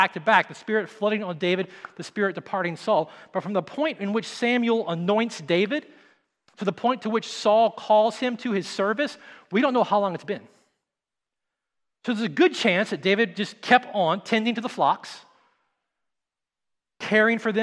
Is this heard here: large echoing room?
yes